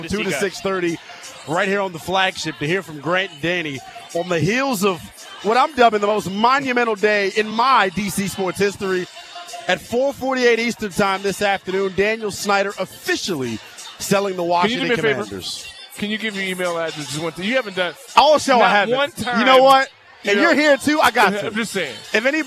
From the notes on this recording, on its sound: live from the Burgundy & Sold Party